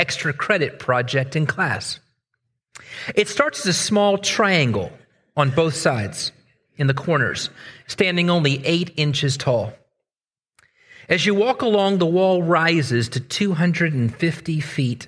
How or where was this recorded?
large echoing room